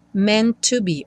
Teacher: Meant to be, o primeiro T não vai ser pronunciado, você vai ter uma ligação dos dois T's, né? Então tem meant to be, um T só soando.